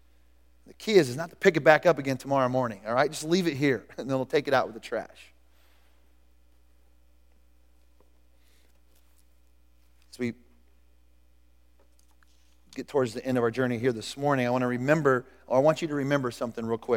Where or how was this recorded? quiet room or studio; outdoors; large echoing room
large echoing room